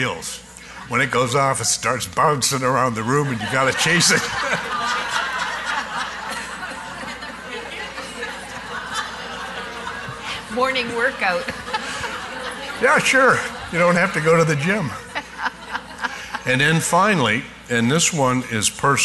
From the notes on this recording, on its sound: Live Broadcast at the The IPBC IGNITE Conference.